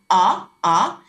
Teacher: la tendance à la postériorisation crée un timbre plus sombre, un peu plus grave, A, A, et la l'antériorisation, fait d'avancer plus la voyelle, crée un timbre plus clair et les fréquences vont être plus aiguës. · Term: A postérieur